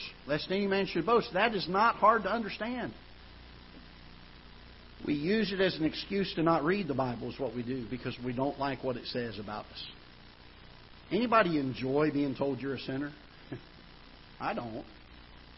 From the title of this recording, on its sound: Ketha Heights Baptist Church ~ Live Broadcast